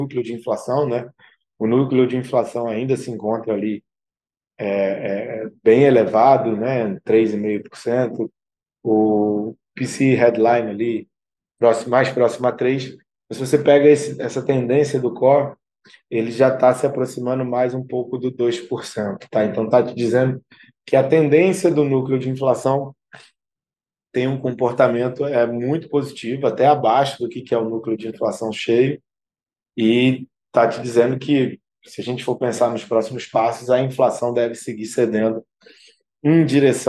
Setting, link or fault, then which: link, video call